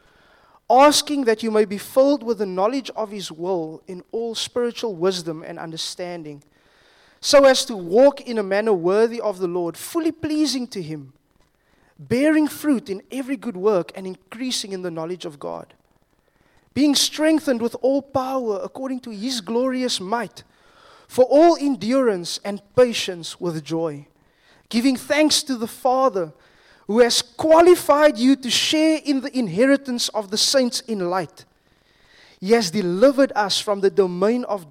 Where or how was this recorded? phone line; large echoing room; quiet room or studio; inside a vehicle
large echoing room